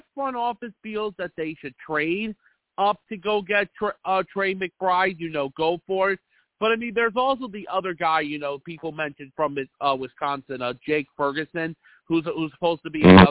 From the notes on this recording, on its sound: I also take live callers!